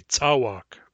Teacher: when they say this word in English, they stress it on the first syllable · Term: English accented Nuchanov